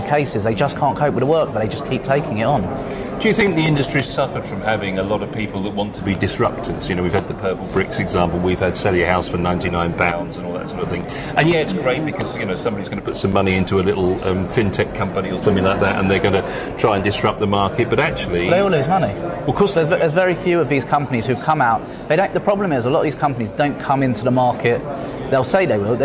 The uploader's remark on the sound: talk to a range of property professionals at the Asian Jewish Business Network Conference at the QEII Centre in London